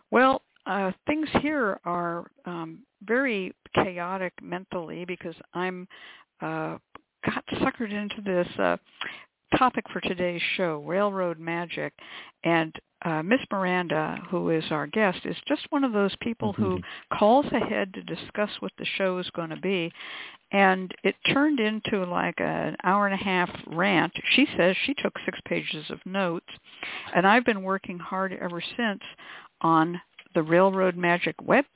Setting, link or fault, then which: link, phone line